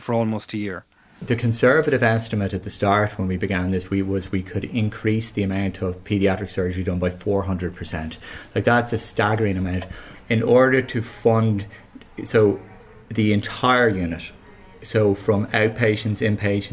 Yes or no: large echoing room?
no